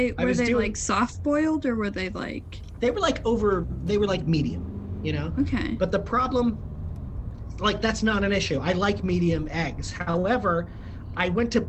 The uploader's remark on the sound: Sometimes, it’s just kinda hard to talk in the car.